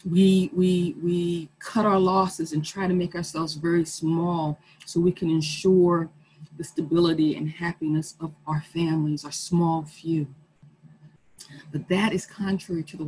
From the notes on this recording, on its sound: Our zoom streamed service